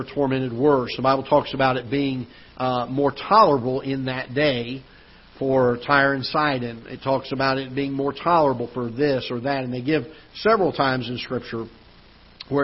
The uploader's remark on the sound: Ketha Heights Baptist Church ~ Live Broadcast